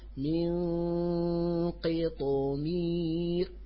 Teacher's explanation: فالقاف المكسورة هنا تكون في أدنى منزلة من مراتب التفخيم